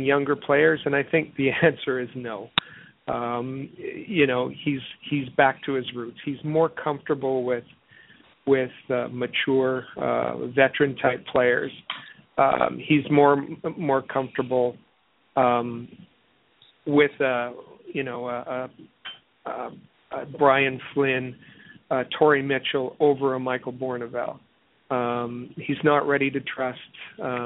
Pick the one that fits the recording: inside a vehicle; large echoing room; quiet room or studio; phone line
phone line